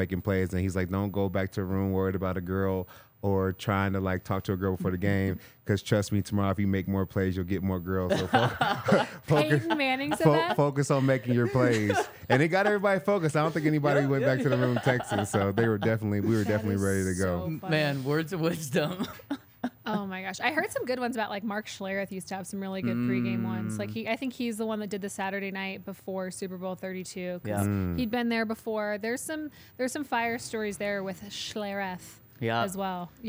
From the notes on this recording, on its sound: coming to you LIVE from the DNVR Bar